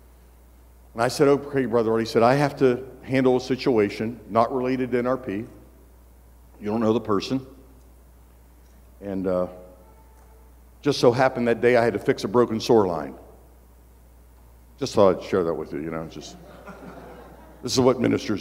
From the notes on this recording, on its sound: Every February, pastors and leaders from around the country gather together at our leadership conference. One of the recordings from our 2023 Leadership Conference.